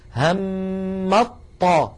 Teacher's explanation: يعني ما عاد في تاء في النطق · Term: الإدغام